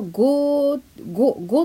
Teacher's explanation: 長く続けてるとおになりますよね。おの母音になりますよね